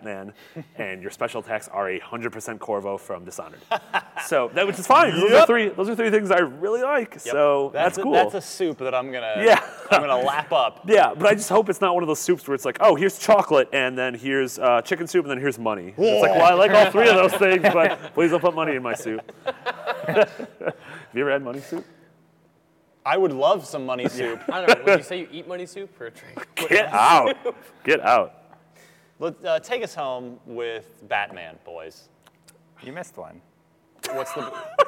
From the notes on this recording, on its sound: Recorded live from a haunted theater in Los Angeles.